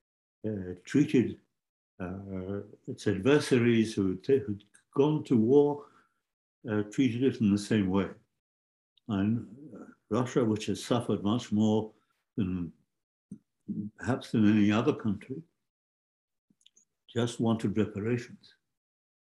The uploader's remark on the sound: Zoom and Facebook Live